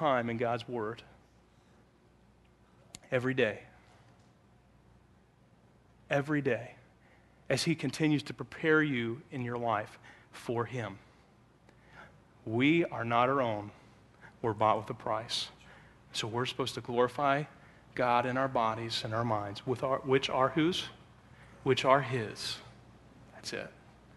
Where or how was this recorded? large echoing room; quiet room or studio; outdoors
large echoing room